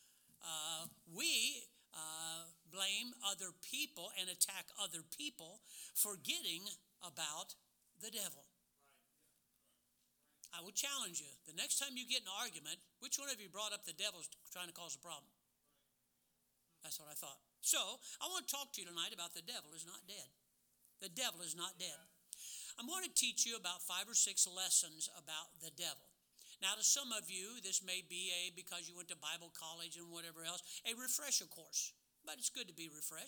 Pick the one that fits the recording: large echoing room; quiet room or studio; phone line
large echoing room